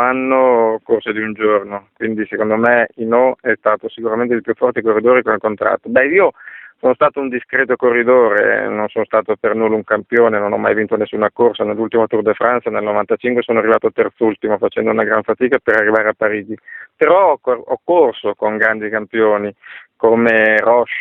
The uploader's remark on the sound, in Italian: al telefono